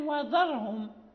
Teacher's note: إذا لم نحرص على ترقيقها نقول وذرهم تصبح ضاء